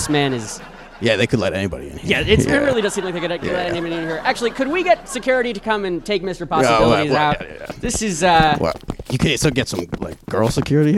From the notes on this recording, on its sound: Recorded at Improv Asylum in Boston Massachusetts.